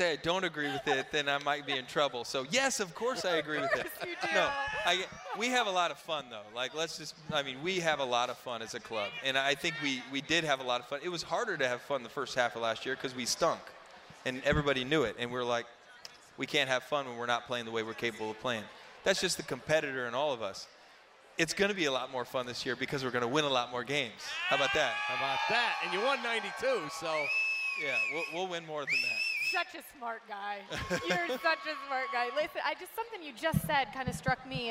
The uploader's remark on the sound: Live at the 2018 Cubs Convention